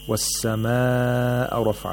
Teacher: the first mad that we have in this surah, which is madul muttasil, which you have to lengthen to either four or five vowel counts